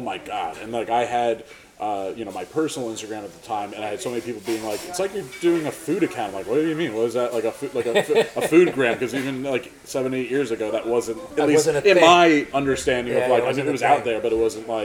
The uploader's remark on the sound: This was taped live at the Bendix Diner in Hasbrouck Heights.